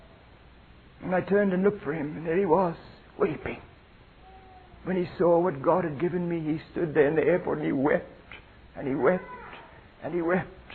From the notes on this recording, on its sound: the audio quality is not very good